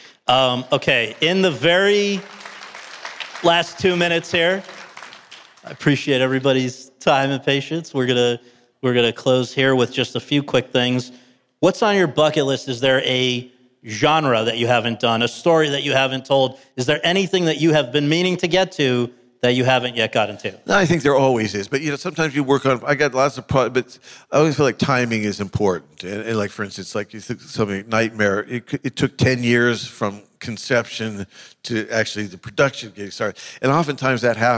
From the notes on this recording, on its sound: In front of an audience at the Burbank International Film Festival